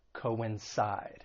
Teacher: the verb has three syllables. The stress is on that third syllable, coincide. And just keep in mind the C-O-I-N, it's not pronounced as coin, two different syllables, co-in, coincide, to coincide with something.